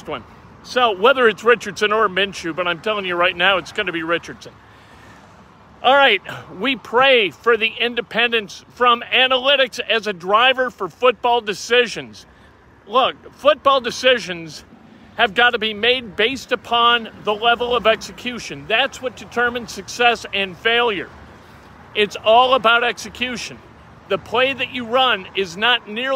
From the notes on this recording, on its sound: As happens when we go live from Geist Reservoir - people shout out and cause a ruckus